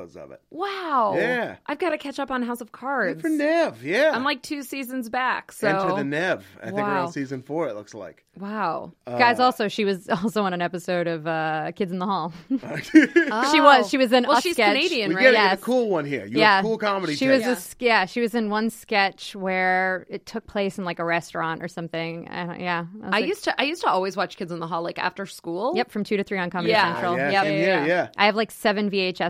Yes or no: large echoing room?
no